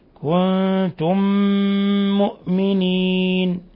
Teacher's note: ثم نون ساكنة جاء بعدها التاء كنتم إخفاء حقيقي أيضا، ثم ميم ساكنة جاء بعدها ميم متحركة إضغام مثلين صغير، أضغمنا الميم الأولى في الميم الثانية